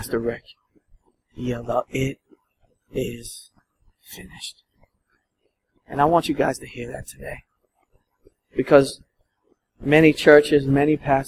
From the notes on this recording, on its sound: at Restoration Road Church in Wakefield, MA